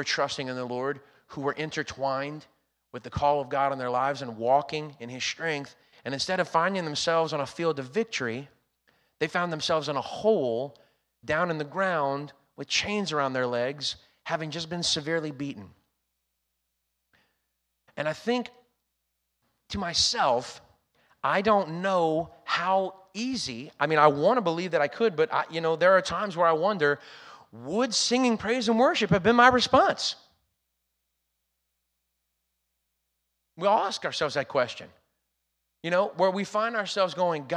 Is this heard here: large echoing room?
yes